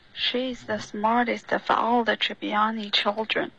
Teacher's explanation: 这个 the of 你已经连读了，结果突然间又顿了一下